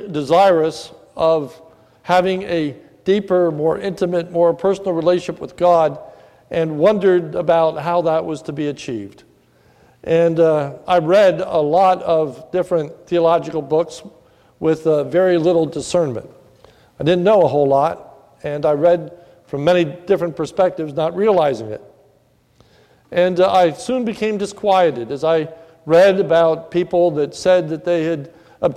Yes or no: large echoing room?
yes